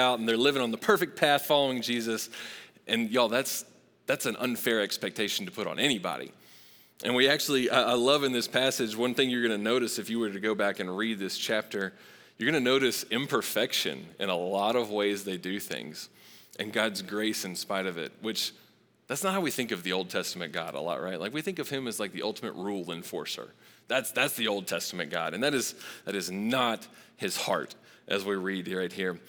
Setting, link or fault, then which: setting, large echoing room